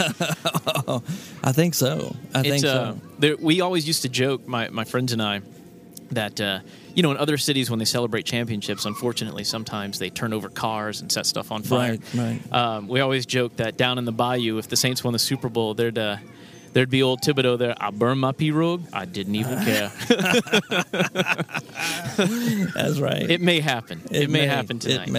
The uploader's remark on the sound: in front of a live audience!